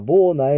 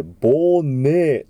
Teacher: この A と E の部分が合わさって1個の E という発音になります · Shown in: second take